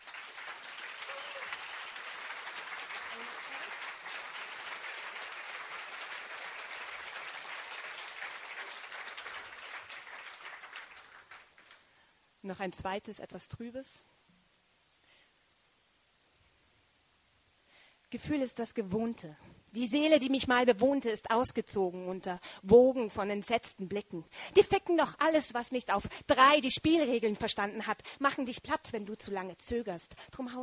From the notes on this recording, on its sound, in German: In der Mälze. Liveaufnahme vom mälze-poetry slam | regensburg.